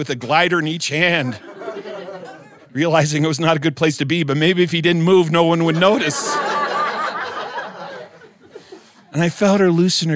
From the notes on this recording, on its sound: In the Apple Seed studio with our live studio audience for an evening of wonderful storytelling.